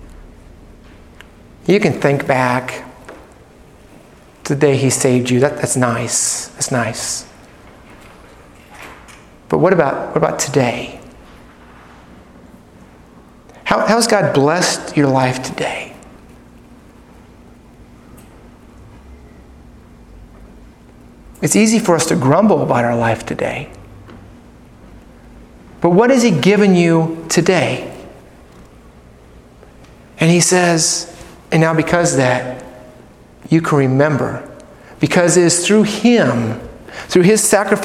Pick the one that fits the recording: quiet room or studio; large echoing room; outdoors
large echoing room